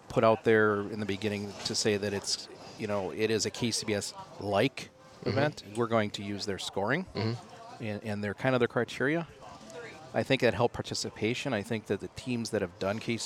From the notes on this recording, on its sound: In downtown Farmington at a local restaurant, just blocks from where the rib contest was held.